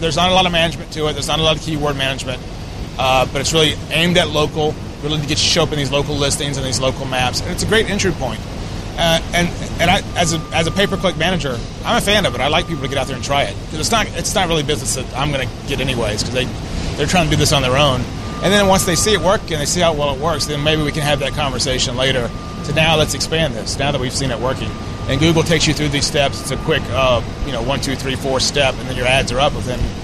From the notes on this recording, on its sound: While on location from SMX East 2011.